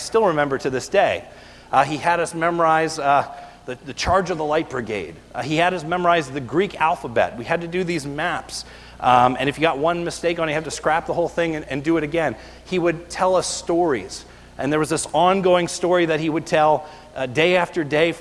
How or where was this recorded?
large echoing room